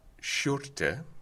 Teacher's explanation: And this seems to me an instance of palatalization that occurs in other languages, and occurs, in fact, on an ongoing basis in other English words. That is, if I'm moving from a s sound into an e sound, my tongue is going to be pulled a little bit back towards the sh sound